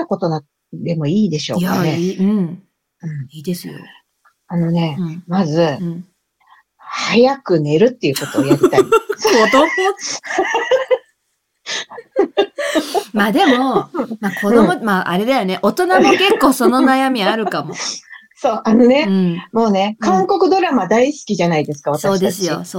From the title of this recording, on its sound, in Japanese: リモート収録